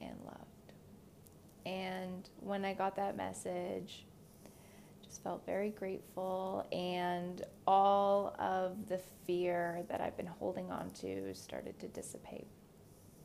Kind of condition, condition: fault, sounds in the background